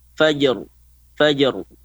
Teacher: Jadi harus roknya juga dibaca ya. Jadi qalqalah huruf jim fajr kemudian rok mati fajr fajr, tidak usah dikasih monyong fajr.